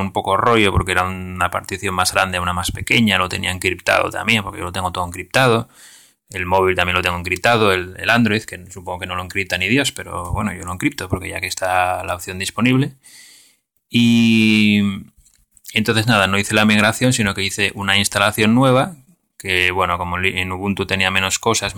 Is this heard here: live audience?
no